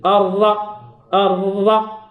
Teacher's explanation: وهنا راس اللسان فيه واحد شويه ديال التزعزع، كاين واحد شويه الاهتزاز في راس اللسان، لكن لا يلتصق بالحنك الاعلى، كيكون بوحدو بوحدو، قوه الصوت كتخلي راس اللسان كيهتز شوي